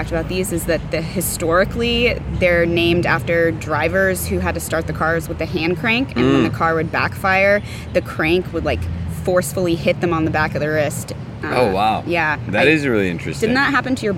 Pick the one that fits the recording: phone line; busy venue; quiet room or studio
busy venue